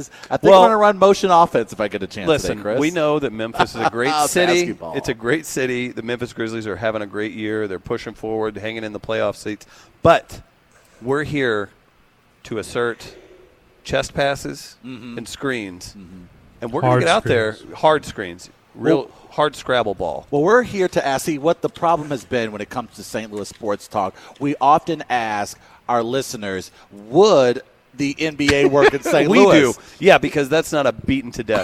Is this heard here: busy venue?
yes